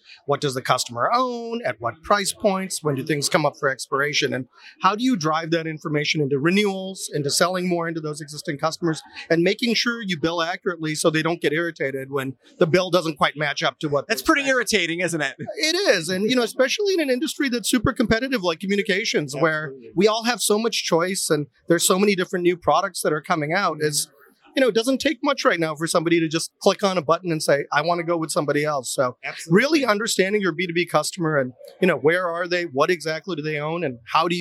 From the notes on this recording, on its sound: Live from Metro Connect 2020